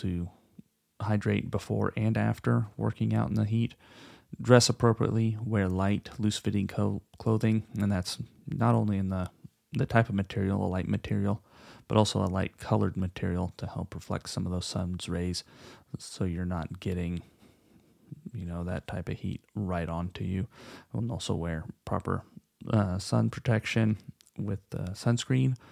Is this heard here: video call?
no